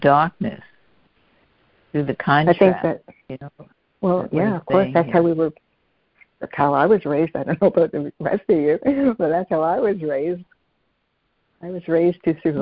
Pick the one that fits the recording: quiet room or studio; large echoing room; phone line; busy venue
phone line